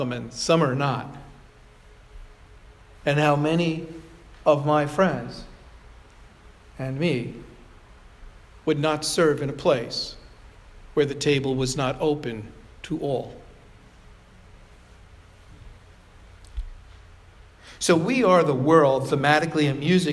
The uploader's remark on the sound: Provocation delivered at Sayville Congregational United Church of Christ on July 2, 2017.